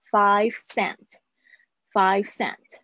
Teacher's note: 注意一下你们的 cents. five 这个 v 不要省掉了哈。